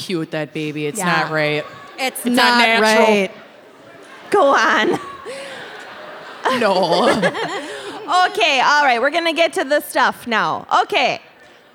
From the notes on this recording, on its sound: LIVE from Thalia Hall